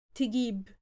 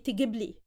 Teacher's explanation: when we add the لي afterwards, the vowel sound is shortened · Shown in: second take · so we say تجيب لي، we just say it quicker.